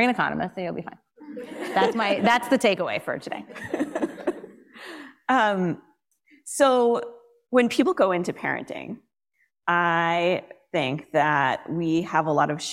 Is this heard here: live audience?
yes